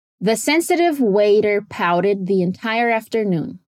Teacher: dá para ouvir o flap T em sensitive, waiter e pouted